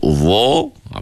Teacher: bila sebut wo, pangkal lidah kita terangkat. Begitu juga wo ni dia bersifat dengan sifat itbaq. · Term: isti'la